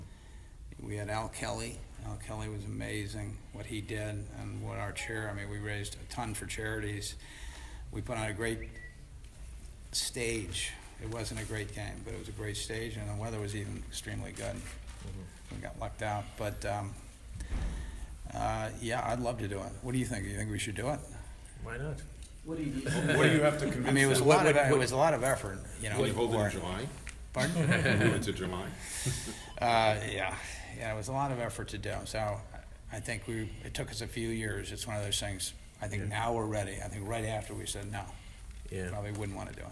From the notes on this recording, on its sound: News Conference at NFL Owners Meetings. Addresses the Media in Boca Raton, FL.